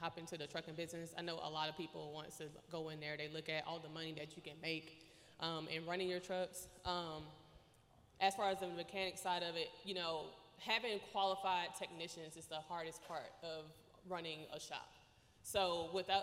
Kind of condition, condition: setting, busy venue